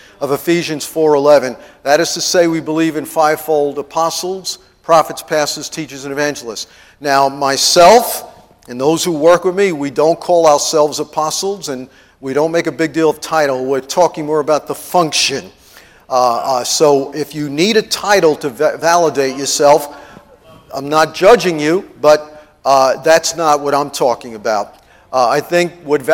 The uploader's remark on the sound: TEACHING AT IMPACT CT CONFERENCE MAY 1